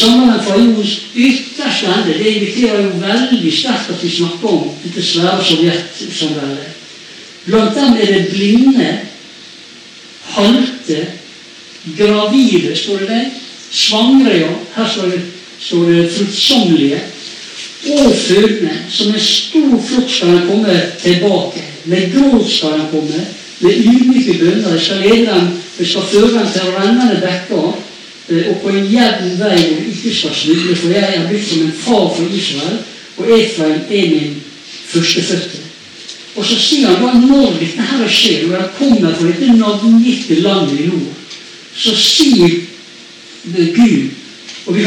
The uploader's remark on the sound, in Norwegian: Beklager dårlig lyd